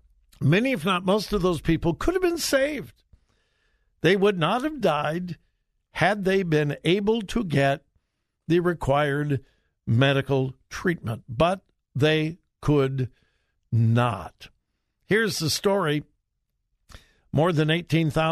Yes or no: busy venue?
no